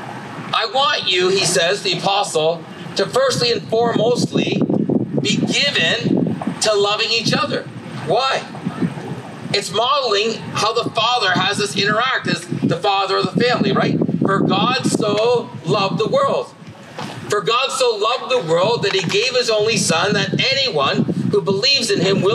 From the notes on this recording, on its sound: This was our first outdoor service. We apologize for the noise that is a part of this recording.